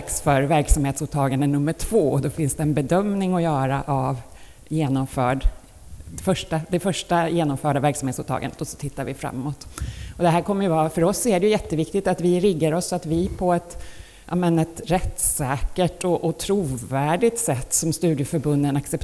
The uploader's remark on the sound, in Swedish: Livepodd från Almedalen